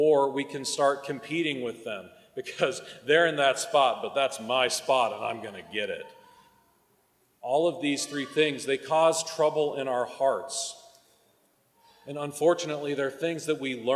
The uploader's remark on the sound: Recorded at the 9am Mass.